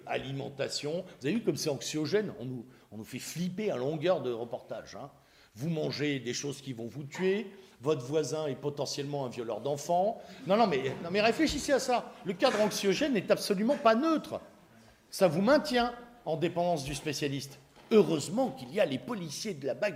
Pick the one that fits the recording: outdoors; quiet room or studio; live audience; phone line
live audience